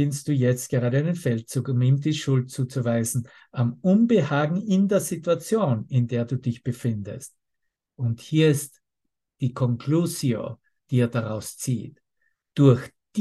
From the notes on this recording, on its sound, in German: Zoom-Session. Veranstaltet von der Aleph Akademie.